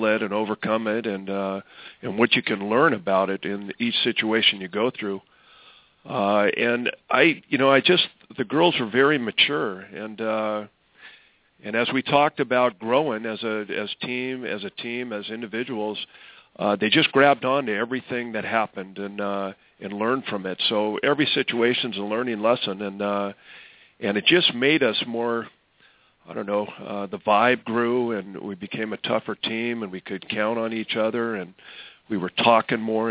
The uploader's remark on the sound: called into the show